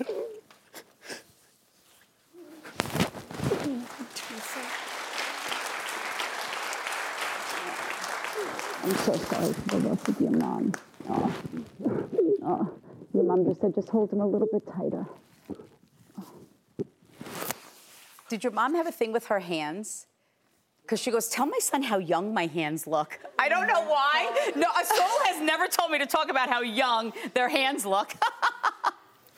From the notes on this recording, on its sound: She’s also doing a special reading of the studio audience.